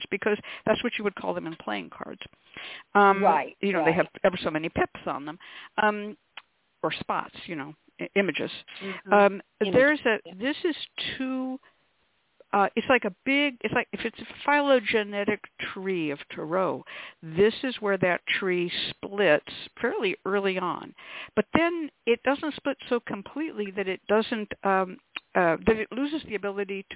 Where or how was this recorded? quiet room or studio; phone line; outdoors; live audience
phone line